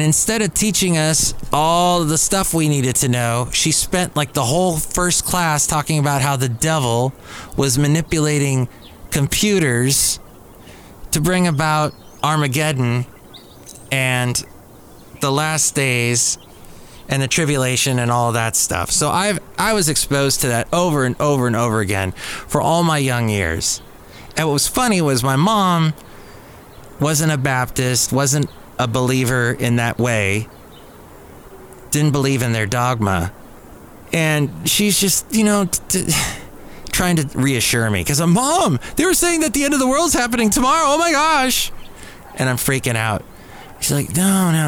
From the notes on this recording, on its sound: podcasts live from Cafe Anyway